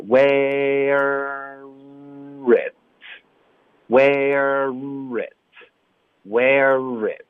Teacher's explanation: 是对方听不懂。所以你一定要带一点嘴唇的动作，对，嘴唇的动作会加厚度在这个音质上。所以我们有一个 where it，你会撅嘴，你是卷舌先再撅着嘴盖住这个卷舌的音 · Term: R 的跨音节的读法